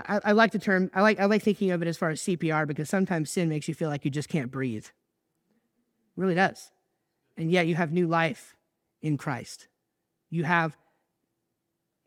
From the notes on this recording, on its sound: I recently preached at church